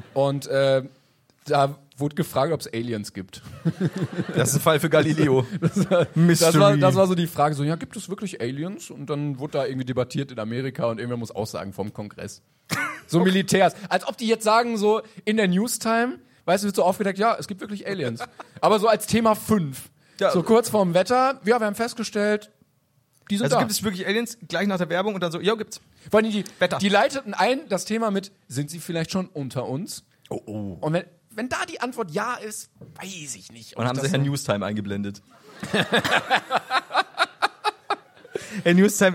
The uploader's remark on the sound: Live in Stuttgart